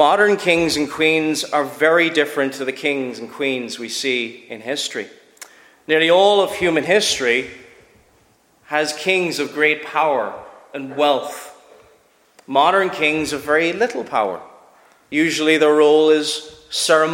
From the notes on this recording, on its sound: Preached at Shettleston Free Church